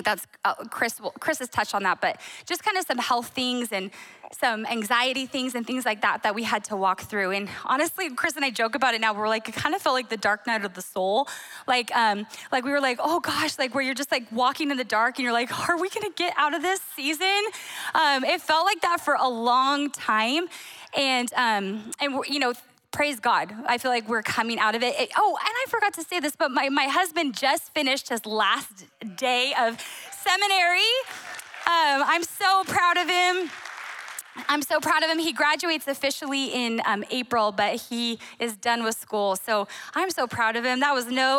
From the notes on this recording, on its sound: Recorded on December 10, 2023 at Capital Church in Meridian, Idaho.